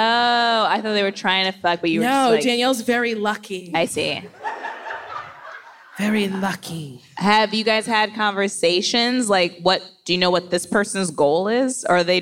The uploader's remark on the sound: This week, we’ve got a couch! We’re live from the Netflix Is A Joke festival. Lots of wonderful questions from our audience!